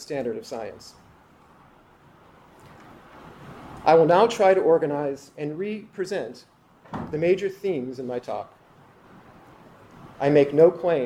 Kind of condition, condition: setting, live audience